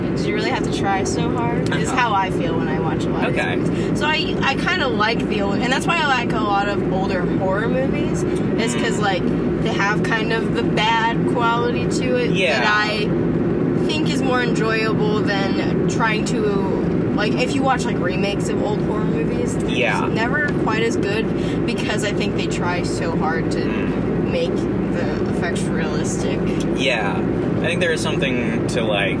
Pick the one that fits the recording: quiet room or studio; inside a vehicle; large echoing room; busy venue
inside a vehicle